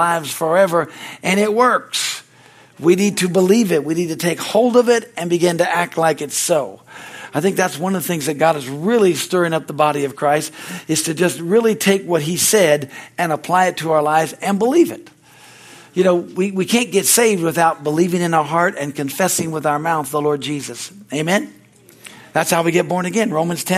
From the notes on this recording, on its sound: From the Wedensday service on August 16, 2023 at Harvest Bible Church in Stockton, CA.